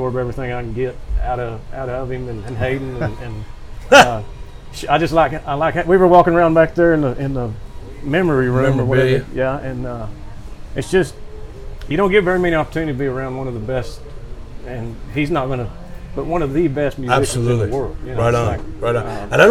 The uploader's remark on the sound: LIVE AT THE BROKEN SPOKE SALOON.